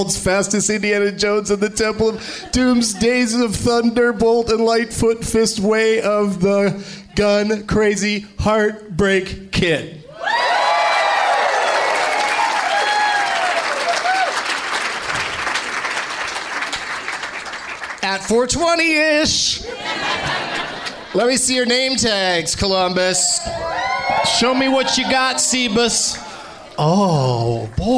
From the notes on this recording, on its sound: Live from the Funny Bone in Columbus, OH